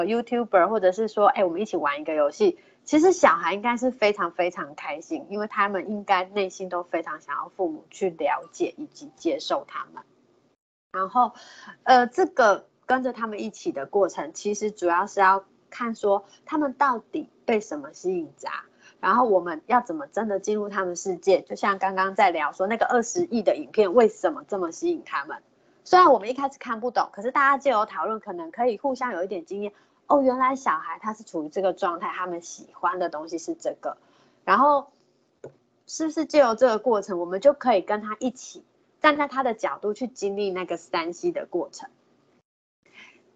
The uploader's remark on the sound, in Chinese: 此為線上課程錄音檔